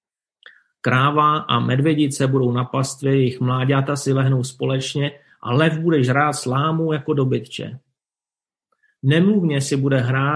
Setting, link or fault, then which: link, video call